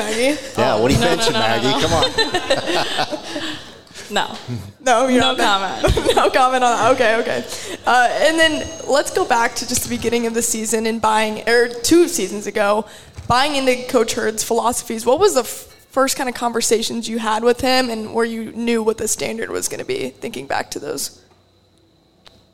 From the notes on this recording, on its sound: Live Show Edition. Hosted another live show at Hail Varsity Club.